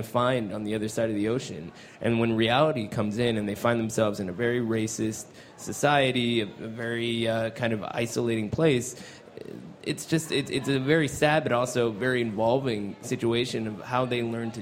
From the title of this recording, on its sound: Live from the 2015 Cannes Film Festival